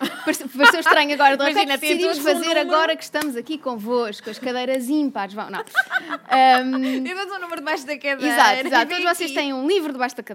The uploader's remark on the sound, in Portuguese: Livra-te ao vivo na Festa do Livro da Amadora. Gravado a 8 de setembro na 8ª Festa do Livro na Biblioteca Fernando Piteira Santos, na Amadora. Se ouvirem um tic, tic, tic, pedimos desculpa.